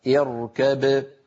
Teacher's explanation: فإذا وقف بين الباء وأظهرها وقلقلها